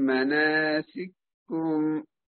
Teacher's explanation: الحرف الأول متحرك والثاني متحرك، فنسكن الحرف الأول المتحرك ثم نضغمه بعد ذلك في الحرف الثاني